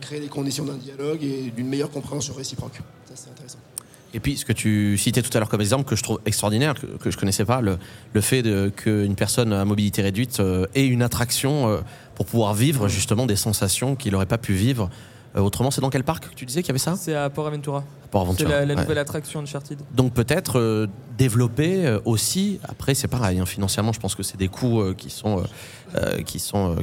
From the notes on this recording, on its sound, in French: Dans le cadre du salon de l'escape game et des loisirs immersifs qui s'est tenu à Lyon le 11 septembre 2023, nous avons posé les micros de Radio Escape pour enregistrer 3 épisodes. Dans le cadre du salon de l'escape game et des loisirs immersifs qui s'est tenu à Lyon le 11 septembre 2023, nous avons posé les micros de Radio Escape pour enregistrer 3 épisodes.